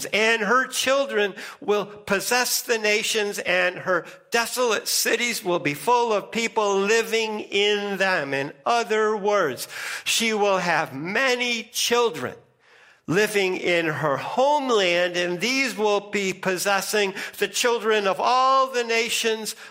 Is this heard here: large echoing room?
yes